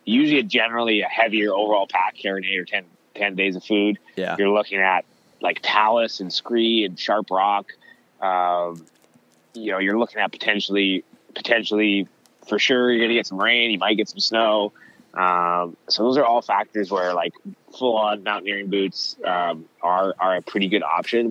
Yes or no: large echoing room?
no